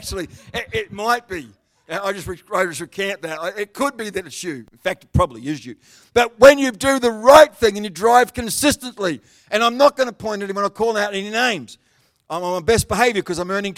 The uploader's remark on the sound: The live stream of Destiny Church Atherton.